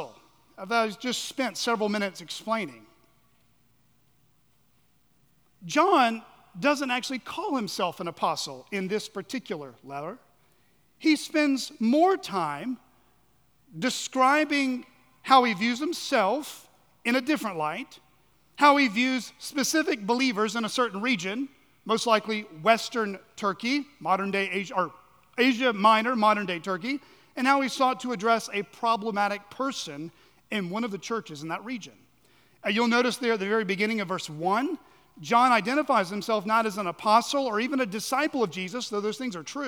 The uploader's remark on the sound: at Chaffee Crossing Baptist Church in Barling, AR.